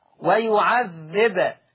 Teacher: أيضا في الآية 284 عندنا لفظ ويعذب بضم الباء، ورش عن نافع يقرأ بسكون الباء ويعذب، فلما يسكن الباء مع القلقلة